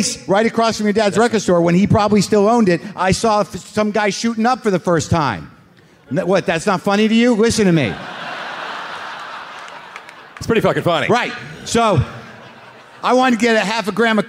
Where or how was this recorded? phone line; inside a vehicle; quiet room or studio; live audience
live audience